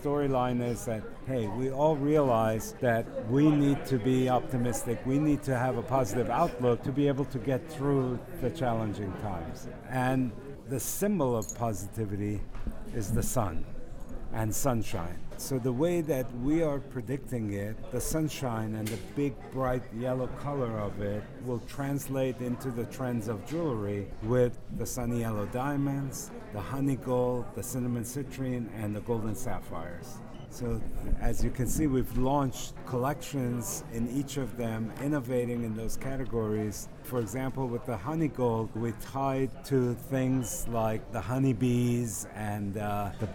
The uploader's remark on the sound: You’ll also hear some attendee interviews and presentation clips, all recorded live from the show floor. This section begins with a talk recorded live at the Gems Pavilion. He’s amazed by the large crowds.